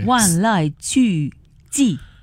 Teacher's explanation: 它四个字呢都是第四声